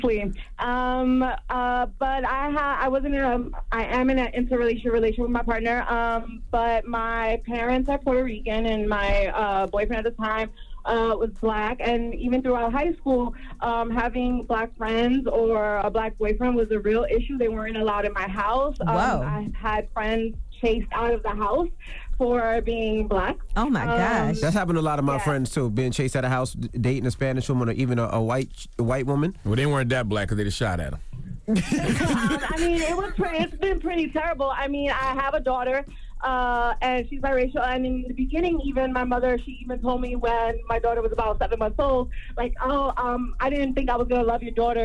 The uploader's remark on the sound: we opened up the phone lines